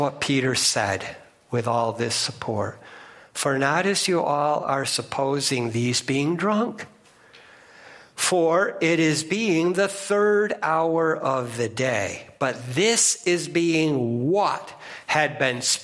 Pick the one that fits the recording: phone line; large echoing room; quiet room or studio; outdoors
large echoing room